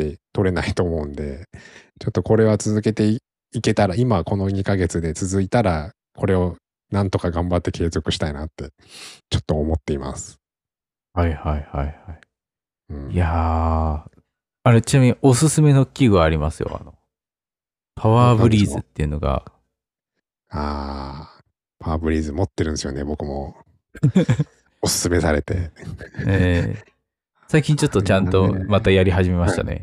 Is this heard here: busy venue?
no